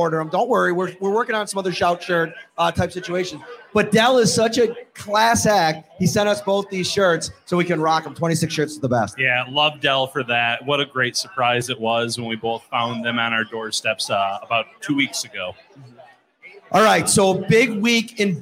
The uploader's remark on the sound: Live from Wingnutz